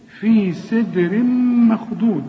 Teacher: في سدر، الدال هنا لازم نقلقلها، والسين في آخر درجات الترقيق، في سي، شوف في سدر، في سدر مخضود، هنا تنوين سدر، التنوين اللي بعده ميم، إدغام كامل بغن